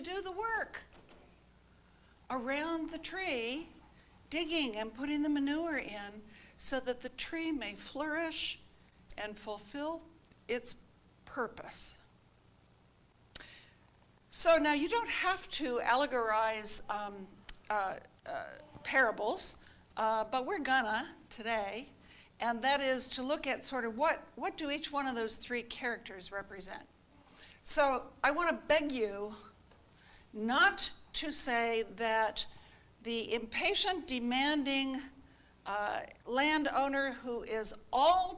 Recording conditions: large echoing room